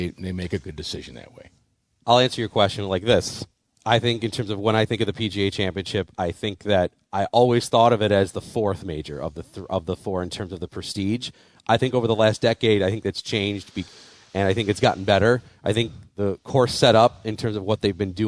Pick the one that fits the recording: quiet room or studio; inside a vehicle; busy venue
busy venue